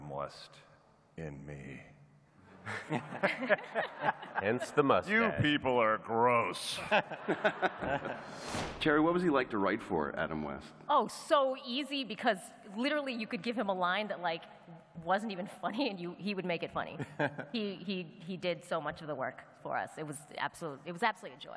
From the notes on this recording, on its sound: During the panel at Comic-Con